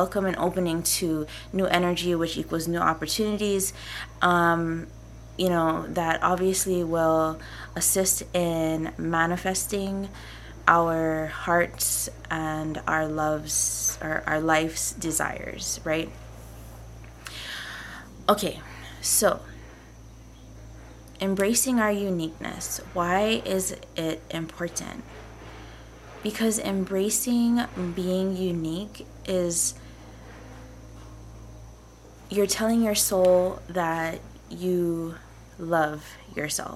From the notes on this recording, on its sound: Also, I have to apologize for the farm-like background noise.